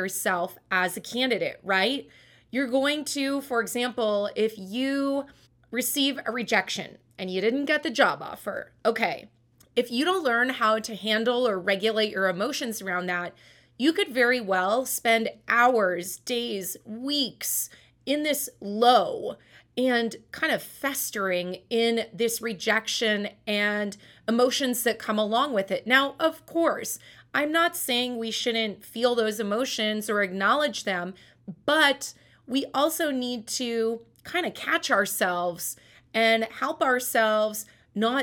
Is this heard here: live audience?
no